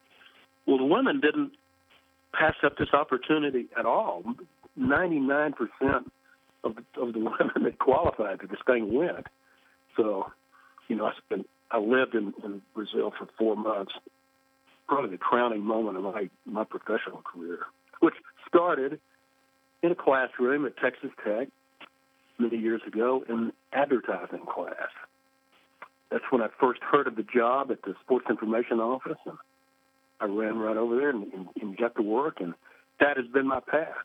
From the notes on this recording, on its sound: spoke with us on the phone from his home in Colorado Springs